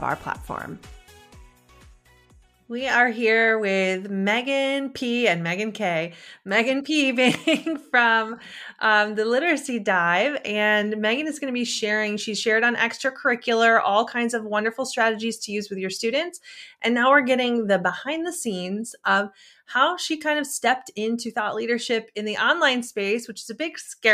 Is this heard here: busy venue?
no